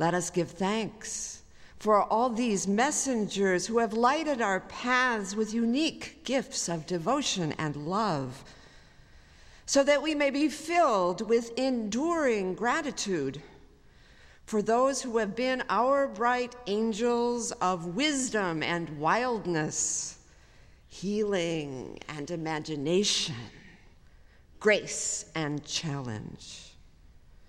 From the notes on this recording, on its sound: at the Baccalaureate service on May 22, 2018, at the Memorial Church of Harvard University